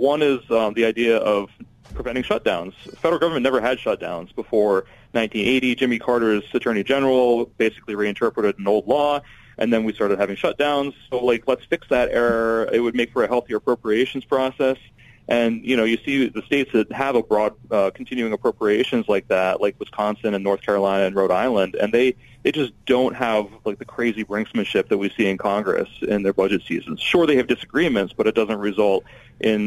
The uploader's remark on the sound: Both congressmen called in to give us an update from Capital Hill.